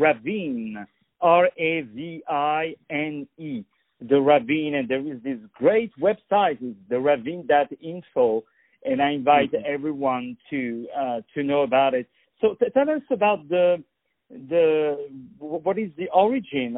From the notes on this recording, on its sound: On the phone. The Culture News.